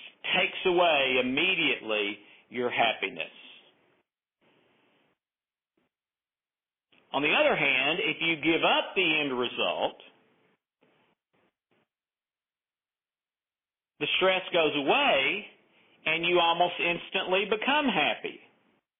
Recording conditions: phone line